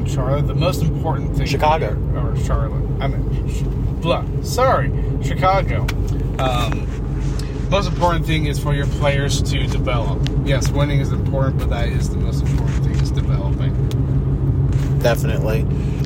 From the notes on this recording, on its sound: A Carcast Special. Making a podcast episode while driving home from a canes game.